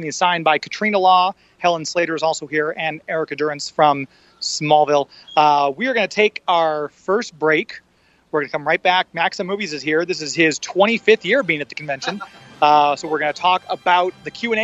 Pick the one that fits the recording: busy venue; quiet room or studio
busy venue